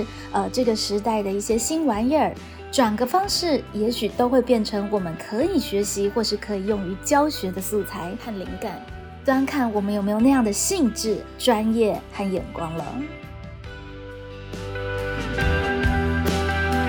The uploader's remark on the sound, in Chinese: 本集錄音現場環境較為吵雜，但內容精彩難以割捨，因此已盡量作最大降噪的處理